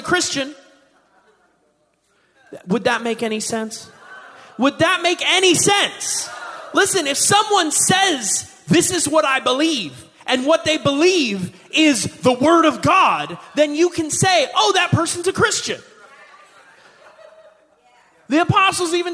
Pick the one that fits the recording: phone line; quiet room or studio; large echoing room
large echoing room